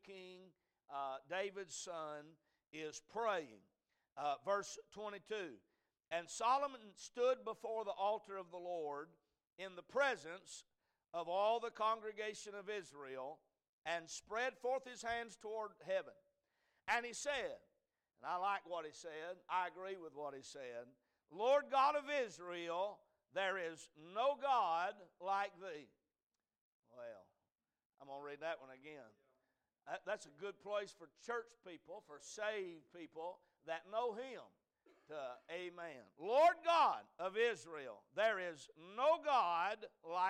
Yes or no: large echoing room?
yes